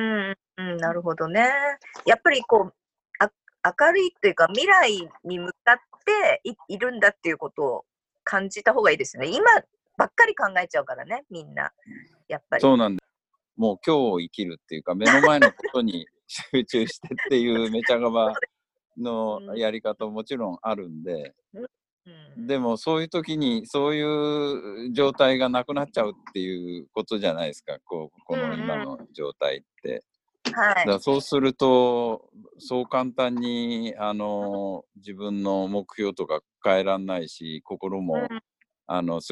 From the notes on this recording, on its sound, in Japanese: 今回は三密を避けるために、ZOOMによるリモート収録でお届けします。